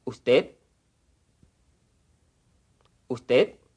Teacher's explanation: Normally, the final D of usted is not pronounced.